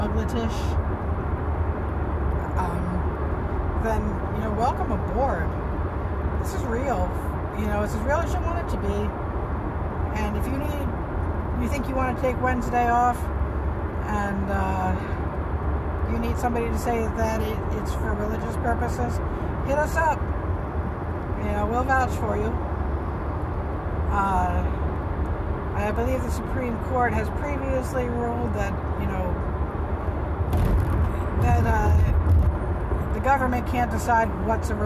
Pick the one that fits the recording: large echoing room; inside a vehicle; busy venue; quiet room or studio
inside a vehicle